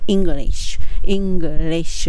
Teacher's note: English の時は必ずその L のところは歯の裏につけるのがポイントですね。English にしないように、リ i s h ってしてしまうとカタカナなので English、English です。歯の裏につける。それによってね、かなりね、あの、英語らしくに近づきます。I should be studying English harder ですね。はい、その次に I should